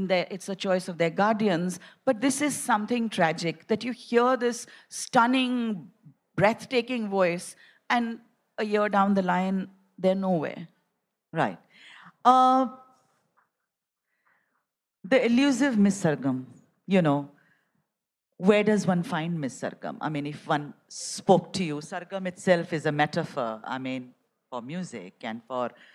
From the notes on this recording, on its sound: A live session from #JaipurLitFest2020.